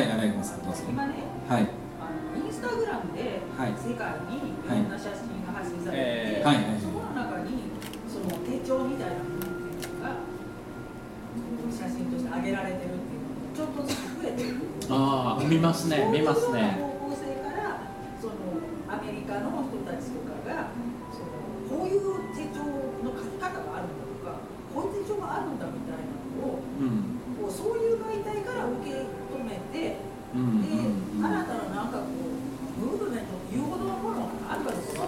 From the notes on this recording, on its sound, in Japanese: 手帳事典2018出版記念 公開録音｣の模様をお届けします。